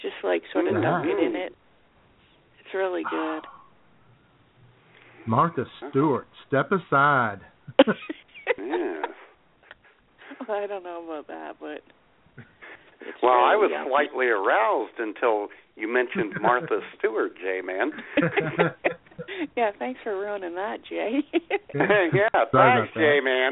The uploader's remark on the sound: Take your phone calls. IWS Radio.